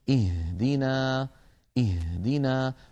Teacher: بعض إخواننا يقول اهدنا الصراط فيضغط على صدره ويستهلك الهواء الذي في الرئتين دون أن ينطق هاء صحيحة. الهاء ليست من الصدر بل من أقصى الحلق فوق الهمزة بقليل